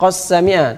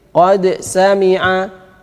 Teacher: dal bertemu dengan sin, ini walaupun berdekatan tapi Imam Hafiz membaca dengan izhar · Shown in: second take